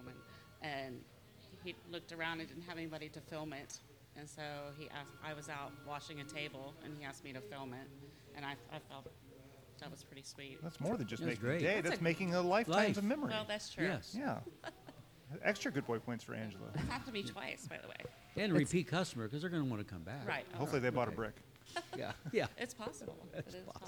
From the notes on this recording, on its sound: This episode was recorded in the new Dairy Store at Young's Jersey Dairy. This episode was recorded in the new Dairy Store at Young's Jersey Dairy.